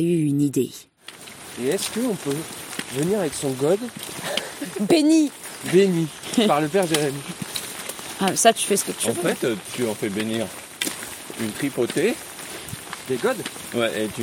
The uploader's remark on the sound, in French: Je reviens tout juste du pèlerinage de Saint Jacques de Compostelle. J'ai enregistré avec mon smartphone sur le vif. J'ai enregistré mes compagnons pèlerins à leur insu durant nos pauses bars, durant nos marches.